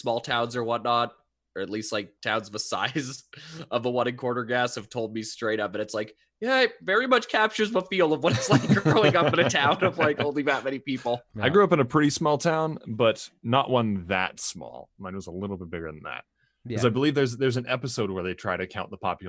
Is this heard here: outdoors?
no